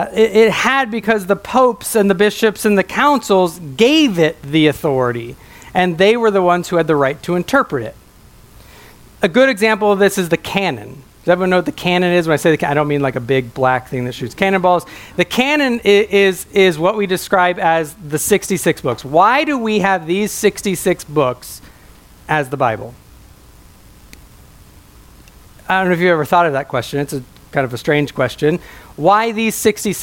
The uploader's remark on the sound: a sermon preached at my home church